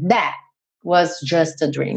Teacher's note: Esse T do that, do final, você quase não escuta, ele dá uma cortada mesmo